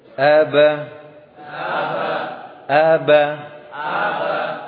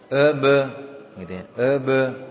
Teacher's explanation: kesalahan dalam pengucapan fathah adalah, ya, dengan suara e · Shown in: second take